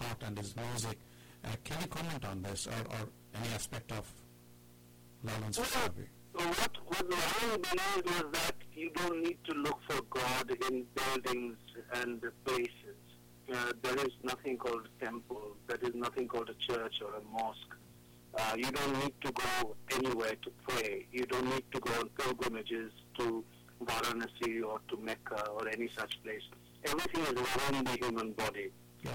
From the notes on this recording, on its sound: During our second broadcast of the EBC Radio Club on EBC Radio, we had a long telephone chat.